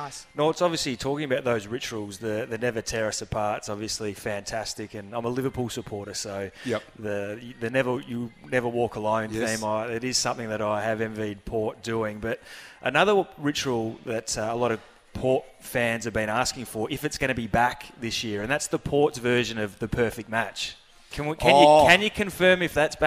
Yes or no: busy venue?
yes